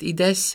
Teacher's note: északon zárt ízés van, gyakran rövidülés is